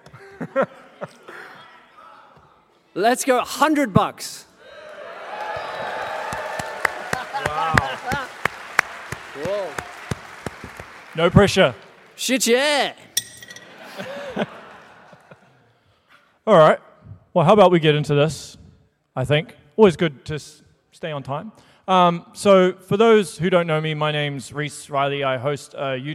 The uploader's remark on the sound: Here is the recorded panel I did at PAX 2023